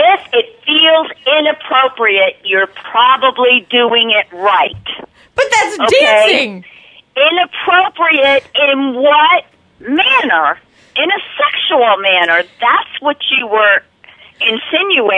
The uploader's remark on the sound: call in to my show